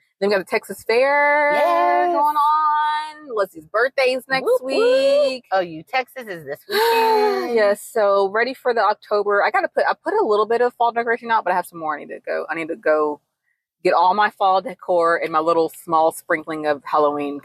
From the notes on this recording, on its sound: joining us in the car this week